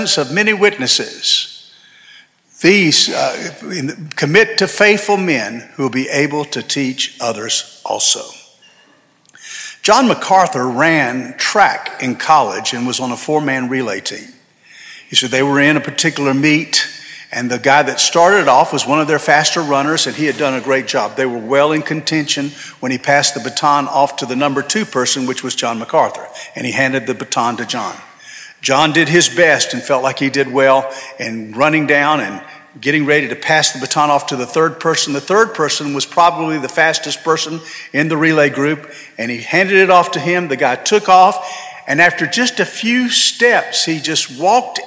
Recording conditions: large echoing room